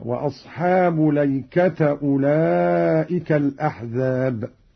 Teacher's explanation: قرأ قالون بفتح اللام والتاء هكذا: وأصحاب ليكة أولئك الأحزاب.